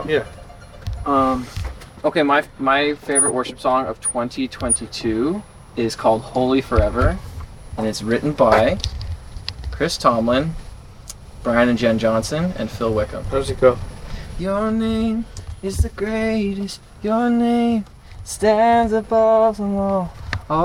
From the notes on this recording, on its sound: With nowhere to record due to a flood in the Clubhouse, the boys hit the golf course for the first episode of the year